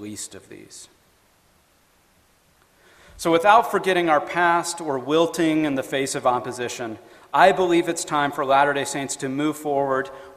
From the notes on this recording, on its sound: FAIR Conference Talk